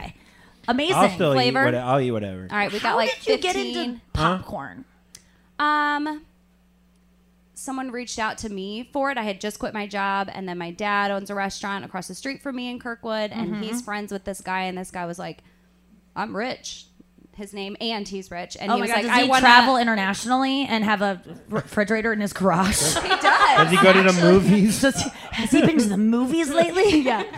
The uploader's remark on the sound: … and did a Live Pod from Joe's Cafe.